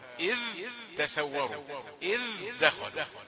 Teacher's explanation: نرجو بيان الذال في إذ دخلوا وفي إذ تسوروا · Term: الإظهار